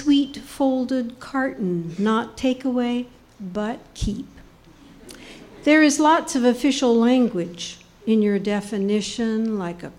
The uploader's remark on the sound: On Stage at Housing Works Bookstore Cafe